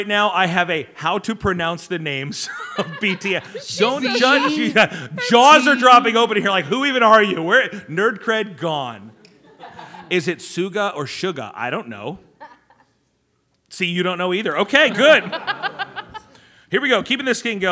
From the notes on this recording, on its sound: This is our recording of our live panel/podcast from Megacon Orlando. In the room were believers and non-believers, those we connected with at the con, some already in community with us, and some just curious.